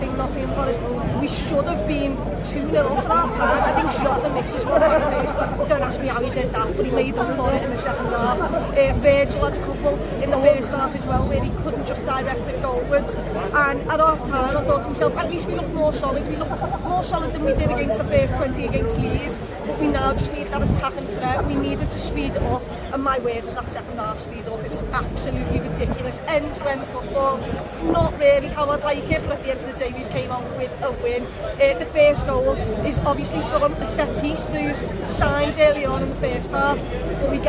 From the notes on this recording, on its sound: Anfield Stadium Reaction. Live from Anfield.